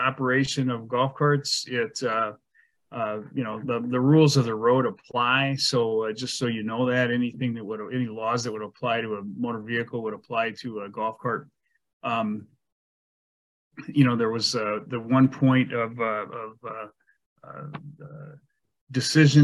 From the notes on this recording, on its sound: was held on Zoom